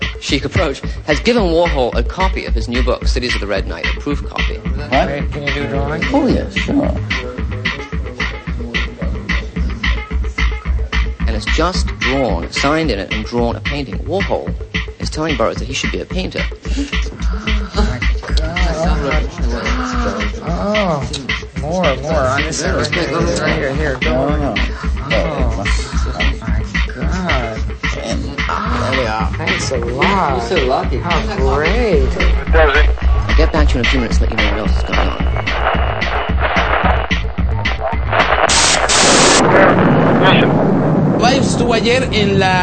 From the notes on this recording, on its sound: The Buzz Line is on fire with calls